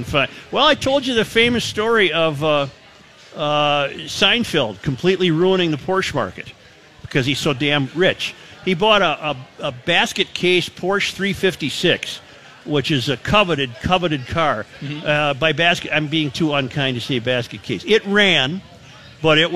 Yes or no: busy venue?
yes